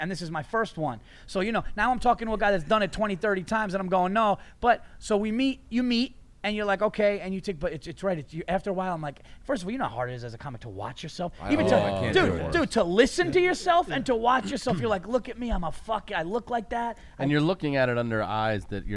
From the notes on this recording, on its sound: FROM THE ALL THINGS COMEDY FESTIVAL IN PHOENIX